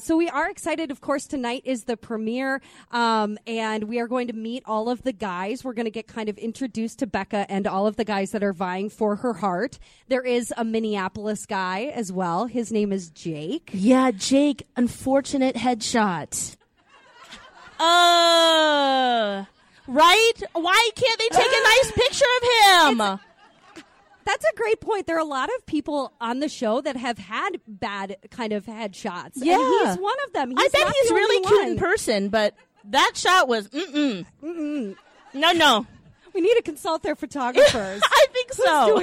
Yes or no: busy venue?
yes